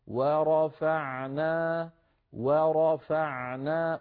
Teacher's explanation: الراء مفخمة لأنها مفتوحة، ثم بعدها فاء مرققة، فاء صار عندي مرقق مفخم مرقق، ورفعنا ورفعنا، ولا نقول مثلا ورفعنا ورفعنا، لا نفخم الواو ولا نفخم الفاء، فانتبهوا إلى ذلك.